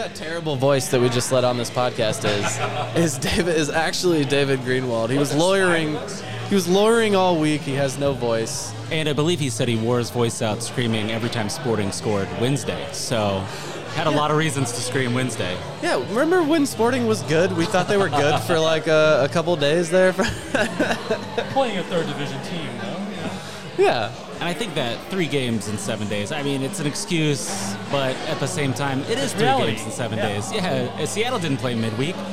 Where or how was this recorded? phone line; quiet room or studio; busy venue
busy venue